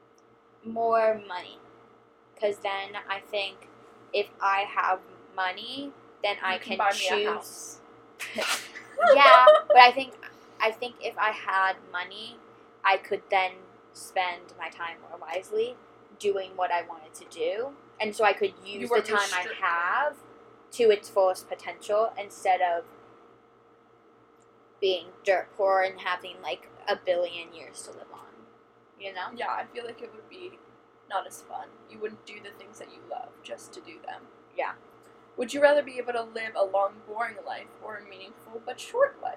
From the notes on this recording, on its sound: I apologize for the background noise in this episode.